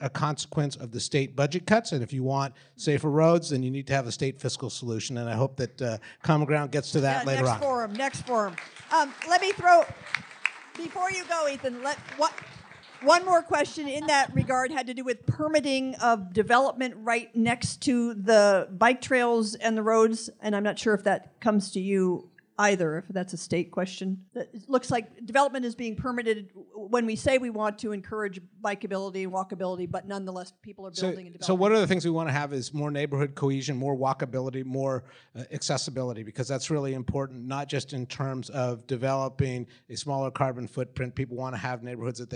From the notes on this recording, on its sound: At the 49th State Brewing Co. About Addressing Alaskans features local lectures and forums recorded at public events taking place in Southcentral Alaska.